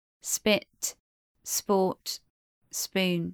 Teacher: P is unaspirated in SP words.